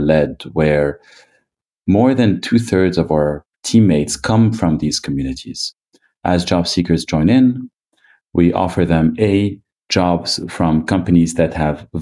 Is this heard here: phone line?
no